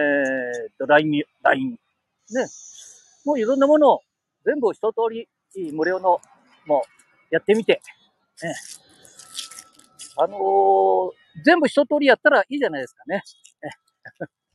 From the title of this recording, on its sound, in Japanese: 街さんぽ LIVE